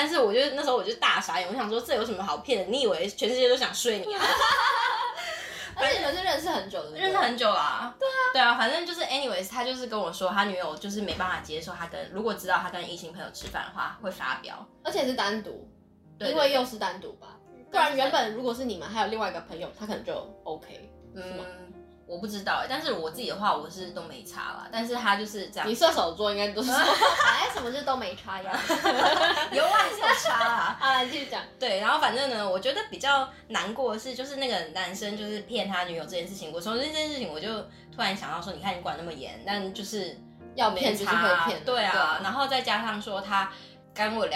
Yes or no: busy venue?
no